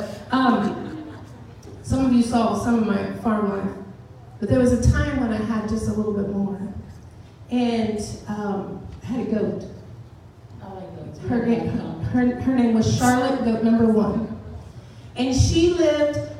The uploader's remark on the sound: This sermon was delivered and recorded at Northpoint Community Church in Beaumont Tx